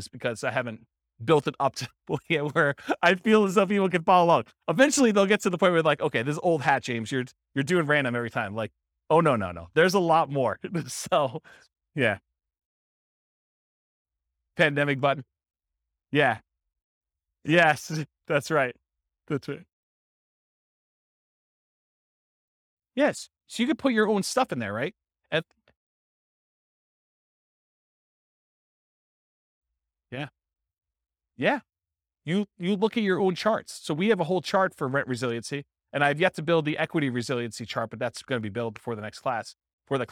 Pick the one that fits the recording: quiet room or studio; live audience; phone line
live audience